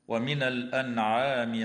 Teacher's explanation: إظهار حلقي للنون الساكنة عند حرف العين في كلمة الأنعام